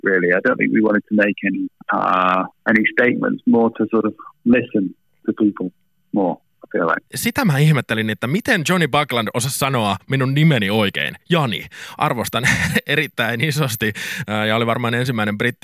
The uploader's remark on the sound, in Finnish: Puhelinhaastattelussa. Pahoittelemme puheluaudion huonoa laatua.